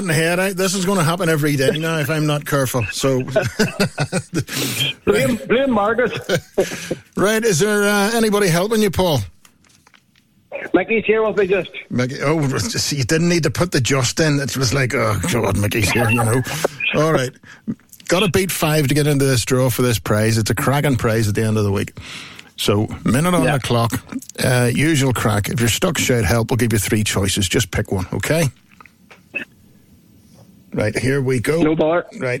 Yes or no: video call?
no